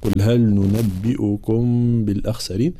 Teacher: ميم ساكنة وبعد حرف باء، فالحكم هنا هو الإخفاء مع الغنة. قل هل ننبئكم بالأخسرين، وإن كان وجه الإظهار هو وجه معناها مقرؤ به ولكن هو غير مختار عندنا، فهنا الحكم هو الإخفاء مع الغنة.